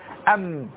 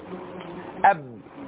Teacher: فعايز يعرف مخرج الميم فيقول أم يبقى شفوي، أب يبقى شفوي